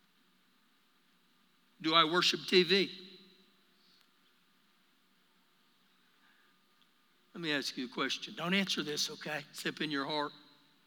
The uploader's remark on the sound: Recorded live during our Wednesday night service